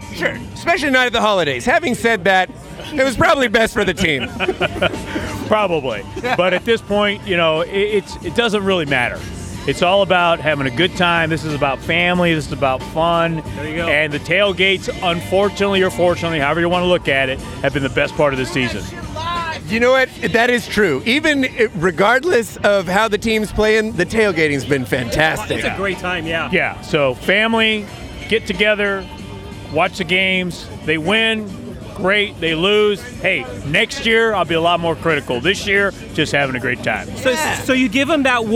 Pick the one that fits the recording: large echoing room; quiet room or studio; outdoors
outdoors